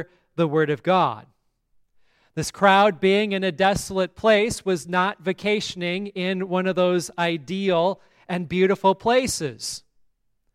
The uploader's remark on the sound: On this day we blessed our rebuilt pipe organ. The service at Grace Lutheran Church, Lexington, MO.